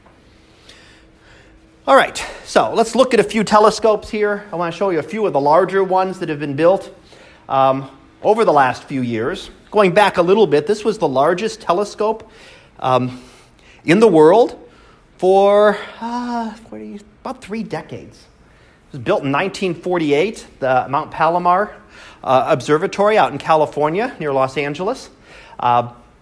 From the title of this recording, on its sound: Live Class Lecture